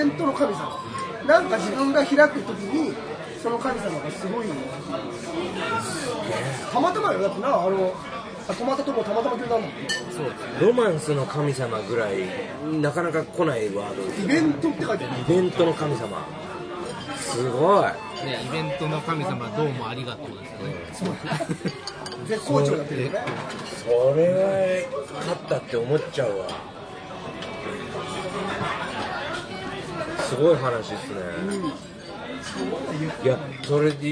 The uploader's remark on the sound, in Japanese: 神保町花月近くの居酒屋で収録しました。